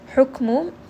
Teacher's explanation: kaf here is going to have a little bit of hams